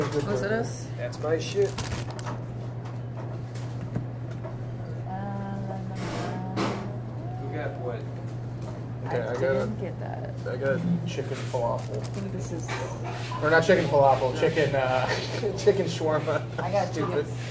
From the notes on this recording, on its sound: recorded in a moving vehicle and a falafel restaurant